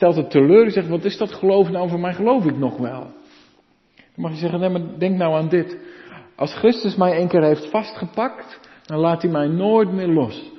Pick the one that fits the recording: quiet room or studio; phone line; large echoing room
large echoing room